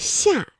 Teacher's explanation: 它舌面啊是贴近硬腭来发音的